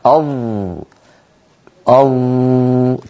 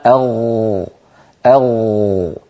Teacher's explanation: لكن لو أعدنا الكرة فقلنا مثلا أض، وضعنا يدنا هنا أض، تجد بأن تحت يدك هناك ارتجاف واهتزاز للوترين الصوتيين. لو قلنا أغ، نجد بأن يدنا ترتجف لأن تحتها وترين يهتزان. · Term: الجهر